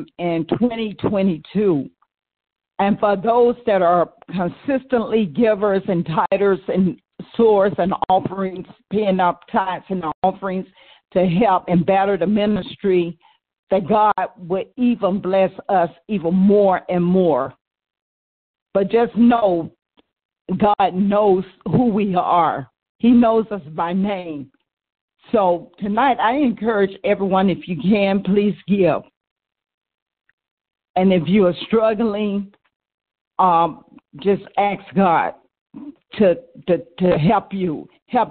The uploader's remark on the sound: New Years' Service Conference Call.